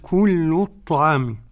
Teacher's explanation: قوله تعالى كل الطعام، نلاحظ ترقيق اللام كل الطعام. نعم.